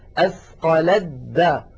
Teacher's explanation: كذلك المثال الأخير قوله تعالى فلما أثقلت دعوا الله ربهما، أثقلت أيضا آخرها تاء ساكنة، ودعوا أولها دال متحركة والتاء والدال من المخرج عينه، لذلك نحول التاء إلى دال ثم ندغم الدال في الدال فيكون النطق هكذا، فلما أثقلت دعوا، لاحظها أثقلت دا، يعني ما بقي تاء أبدا، لكن لو وقفنا فلما أثقلت ننطق تاء.